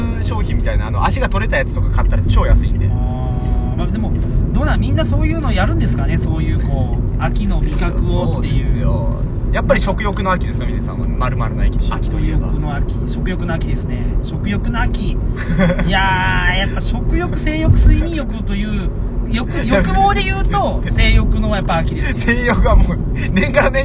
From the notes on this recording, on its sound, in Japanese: 取引先に向かう営業車の中で